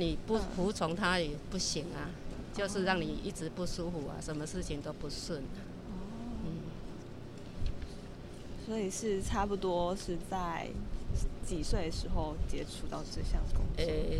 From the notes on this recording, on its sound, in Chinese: 我們到了殯葬管理處現場，聽著阿姨分享在行業中遇到的點點滴滴，一旁不時有救護車及棺木經過